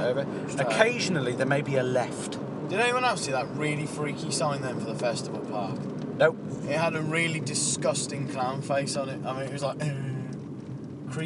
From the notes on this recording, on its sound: This is a special episode recorded in the summer as we drove back home from the beach. Might not be the best quality material, but it's something different…